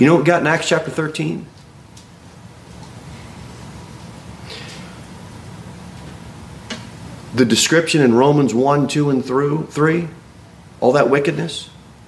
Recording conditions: large echoing room